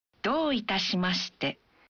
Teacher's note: Bunyikan vokal O dalam do satu ketuk lebih panjang.